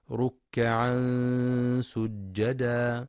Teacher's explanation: تنوين جاء بعده حرف السين، إخفاء حقيقي بغنة مرققة